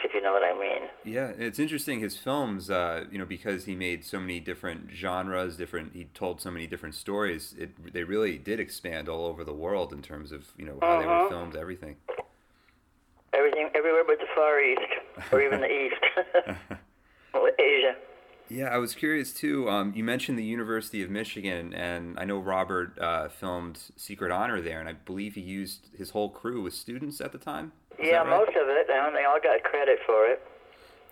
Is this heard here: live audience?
no